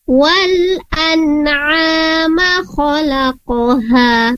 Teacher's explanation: Alhamdulillah di sini ada sedikit koreksi, ada di kata wal an'ama. Nah, saat mim di sini berharakat fathah, kemudian mimnya tidak ada alif setelah mim, maka tidak ada mat di sana atau tidak dipanjangkan